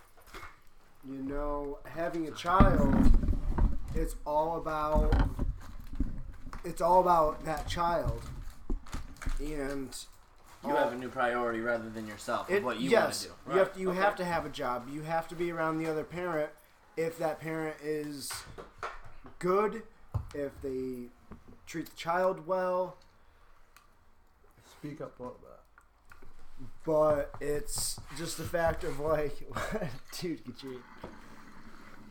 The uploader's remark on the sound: We apologize for the mic issues